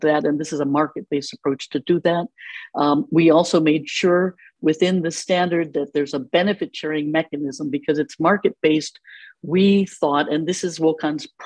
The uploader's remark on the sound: recorded on March 22, 2022, during a virtual event convened by the United States and Landesa on the margins of the 66th United Nations Commission on the Status of Women